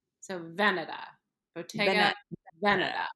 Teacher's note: The emphasis for Veneta is on the first syllable.